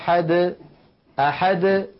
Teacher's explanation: يعني مثلا لما يقول الفم قل هو الله أحد أحد ليس بعد الدال حرف، فالدال وقلقلتها تخرج واضحة جلية · Term: القلقلة